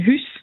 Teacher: Also besondere Phänomene, zum Beispiel ein Haus, Hochdeutsch ein Haus, im Elsass sagt man ein Hüs, ein Monophthong mit Palatalisierung des Ü